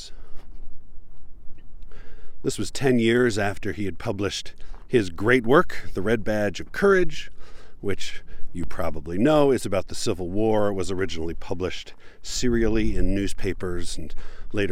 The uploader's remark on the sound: Recorded on West Mountain, just west of Spanish Fork, Utah. It was blustery and cold, but kind of weirdly beautiful regardless.